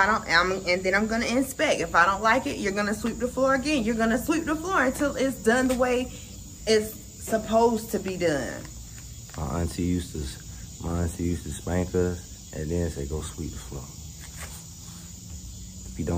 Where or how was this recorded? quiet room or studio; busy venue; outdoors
outdoors